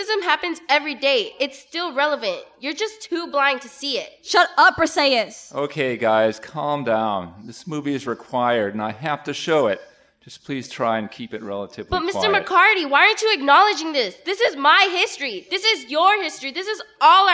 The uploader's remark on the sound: Recorded live at the Phipps in Hudson, WI during the StoryArk Festival 2019.